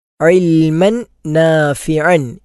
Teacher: ഐൻ എന്ന അക്ഷരം തൊണ്ടയുടെ മധ്യഭാഗത്തു നിന്നാണ് പുറപ്പെടേണ്ടത്.